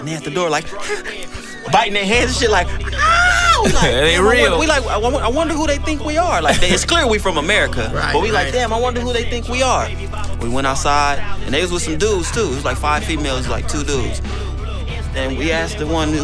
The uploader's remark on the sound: perform two new tracks live from The House of Rock in Santa Monica, California